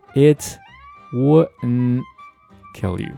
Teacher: 这个 wouldn't 后面的这个 t 也可以省略掉啊，只需要做个嘴型就可以了，不需要把它读出来